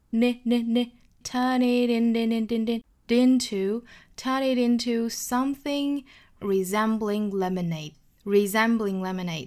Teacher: 这个 t 的发音呢我们倾向于把它发成一个 flap t 的闪音